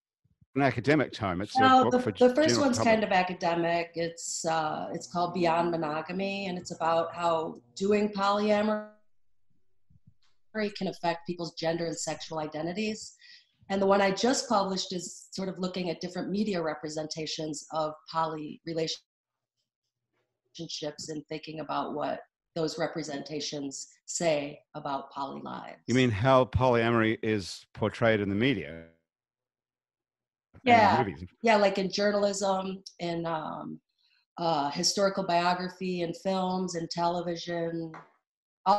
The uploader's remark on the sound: Our show is coming to you today courtesy of Zoom. All of our crew and our guests are quarantined in their homes.